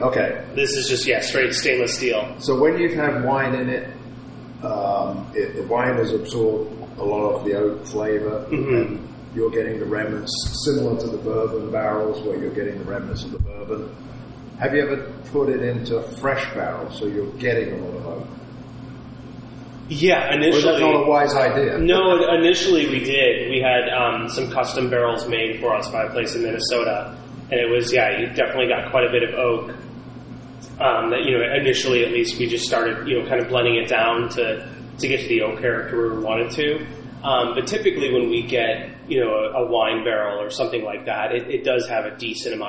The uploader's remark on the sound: Please note: the taproom was very echoey, so our recording reflects that somewhat.